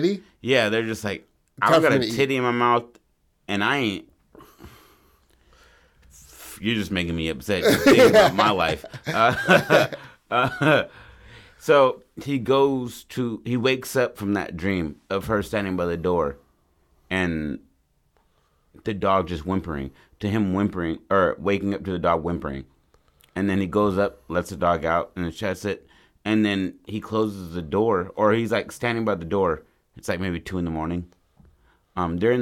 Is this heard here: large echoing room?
no